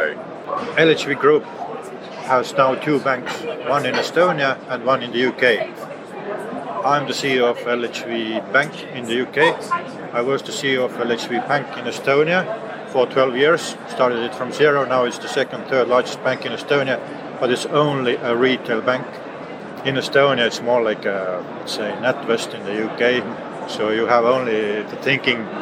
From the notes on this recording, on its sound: at the Money 2020 conference and exhibition